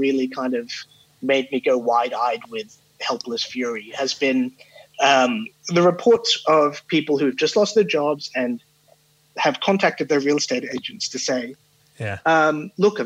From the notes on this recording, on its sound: Recorded at our homes over Zoom — pumped through the RØDECaster™ Pro — into your ears.